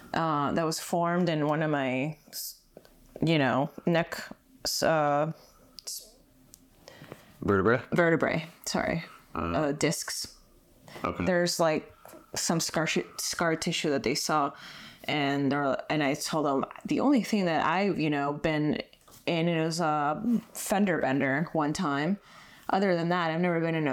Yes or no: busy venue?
no